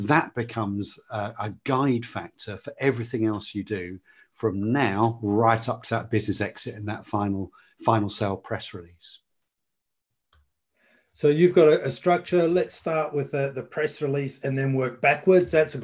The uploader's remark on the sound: In this web chat (panel discussion).